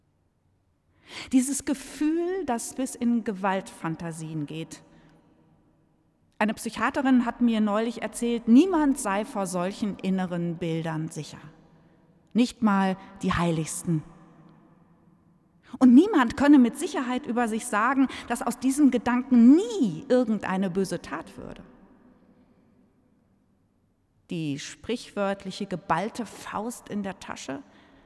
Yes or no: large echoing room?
yes